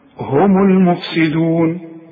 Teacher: المين مضمومة عند الوصل، إذا وقفت سكنها